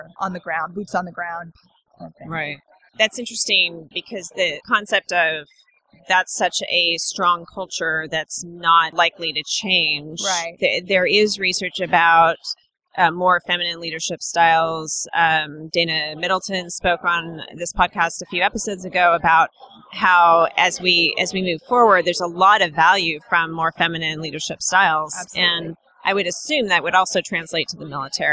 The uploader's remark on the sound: Unraveling Pink was on location at the Podcast Movement 2017 conference in Anaheim. Thanks to Shure and TalkShoe, we were able to record during the convention, complete with the buzz of the conference excitement in the background.